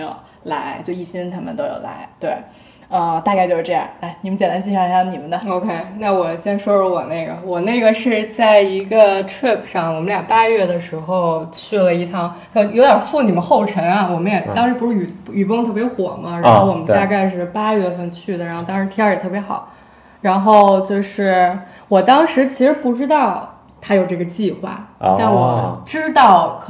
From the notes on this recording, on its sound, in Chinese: 没有4个话筒笑声过大请大家原谅！